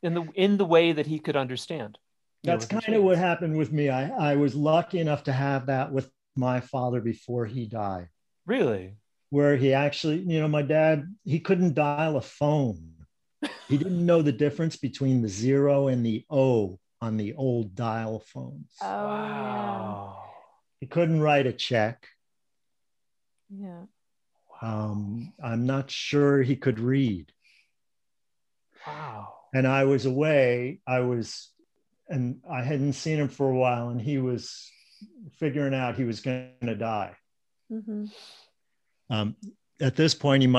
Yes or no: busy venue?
no